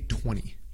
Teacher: Es como si la T, la segunda T ni siquiera existiera